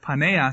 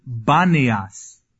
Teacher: they couldn't pronounce the P, so they called it, instead of Paneas, they called it Banias · Term: P sound